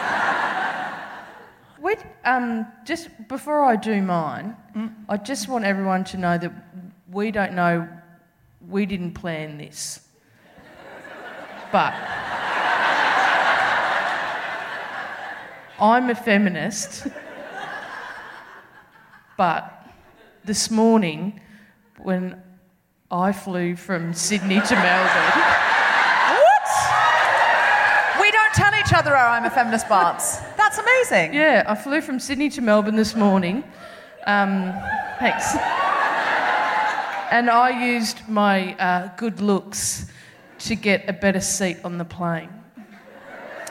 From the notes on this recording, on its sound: Recorded 15 February 2020 at the Thornbury Theatre in Melbourne.